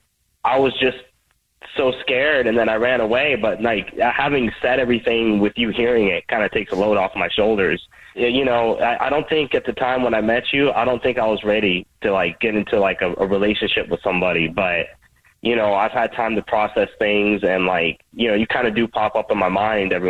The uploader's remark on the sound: We get that other person on the phone